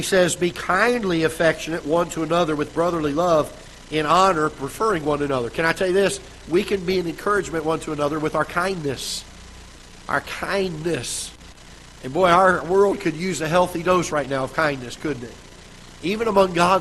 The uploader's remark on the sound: Ketha Heights Baptist Church ~ Live Broadcast